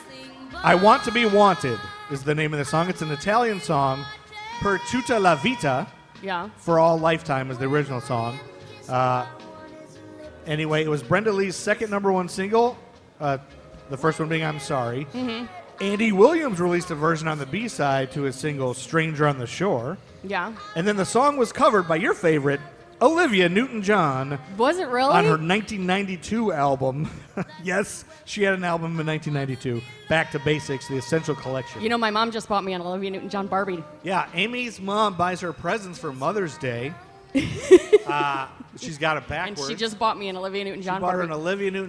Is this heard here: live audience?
yes